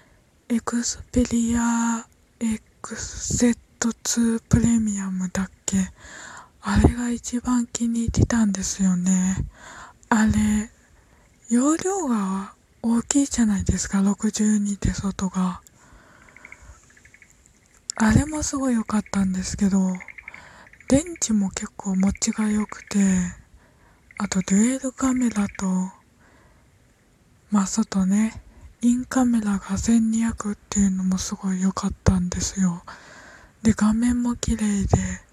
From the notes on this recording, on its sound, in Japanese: 外の音聞こえるけど窓開けて家の中でトーク